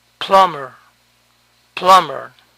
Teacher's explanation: Noten que la B aquí no se pronuncia.